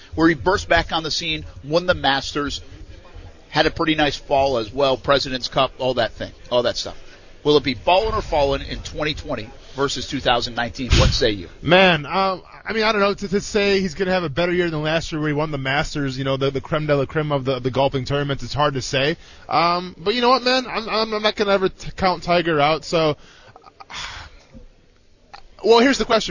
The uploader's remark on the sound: Live from the SB! Interviews & Sound From Night 1. Live from the Superbowl!